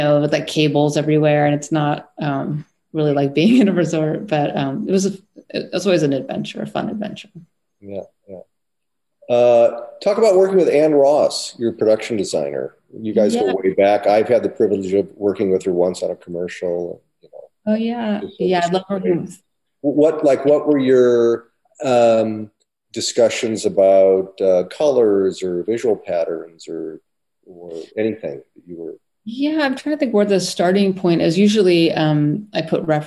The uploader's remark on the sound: In a spoiler-filled virtual Q&A.